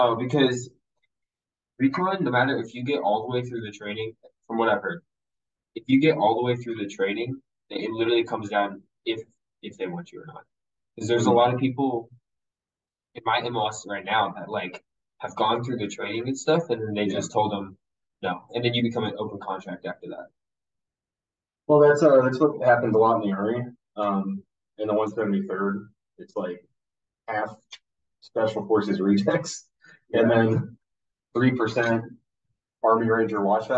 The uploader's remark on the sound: He's a marine, and in town visiting, so we did a podcast together for fun. I do apologize for the audio, we had a technical issue.